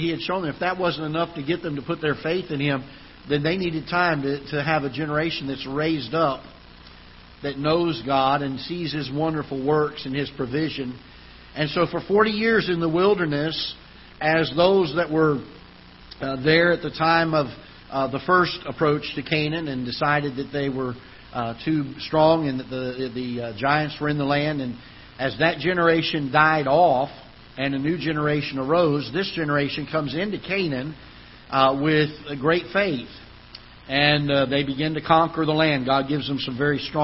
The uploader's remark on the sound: Ketha Heights Baptist Church ~ Live Broadcast